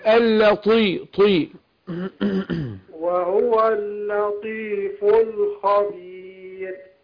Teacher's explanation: ارقق اللام وبعدين افخم الايه الطاء